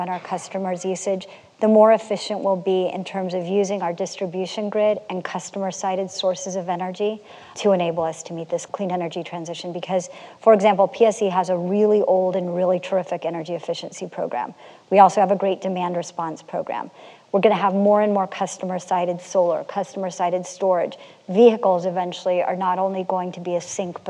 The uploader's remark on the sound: In this recording of a November 2021 live panel